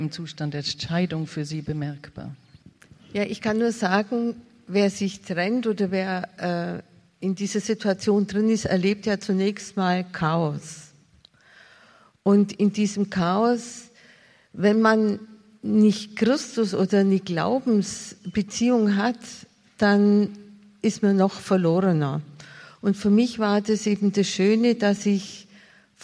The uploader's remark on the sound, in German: Podiumsdiskussion aus dem Jahre 2011 vom Kongress "Freude am Glauben".